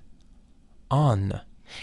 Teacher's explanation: On reminds us of the mantram Om of India, but the only difference is that here, instead of having the consonant M, it has the consonant N